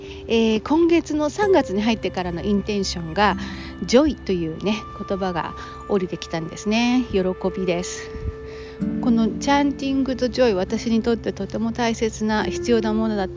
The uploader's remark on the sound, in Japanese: 今回は散歩をしながらの収録をしてみましたー。歩きながらでも話ができた。